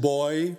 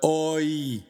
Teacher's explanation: when Omicron iota has two dots on it, is pronounced OI, as two separate vowels. · Shown in: second take · Not OI as in boy, but OI, two distinct vowels.